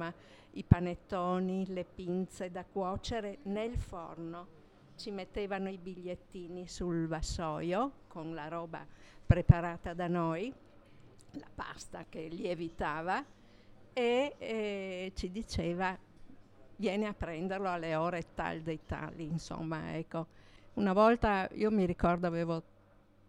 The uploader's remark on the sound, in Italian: Radio di Quartiere – Bar Piazzutta. Vi presentiamo il racconto audio dell’ultimo incontro a microfoni aperti della radio di quartiere del 2023!